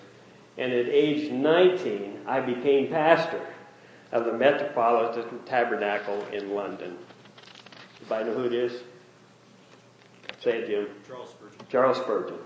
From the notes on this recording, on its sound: Message preached during first Family Day service.